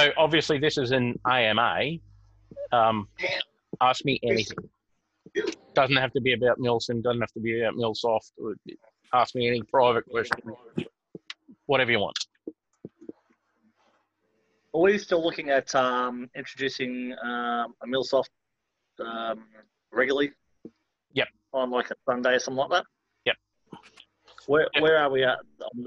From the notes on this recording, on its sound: zoom chat with 3 phones in questions and an AMA section